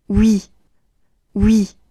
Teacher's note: 这个词的开头是一个半元音，我，不需要咬唇发一个我的音，迅速地跟一绑在一起